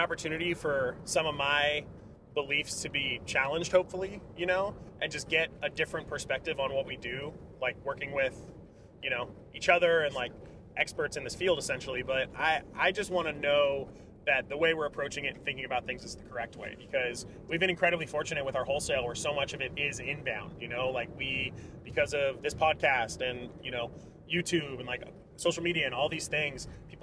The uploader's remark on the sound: The podcast crew is on the move! We are recording from the car this week.